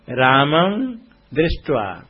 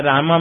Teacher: नासिका से उच्चारण होगा अनुसार का, उष्ट से नहीं · Shown in: first take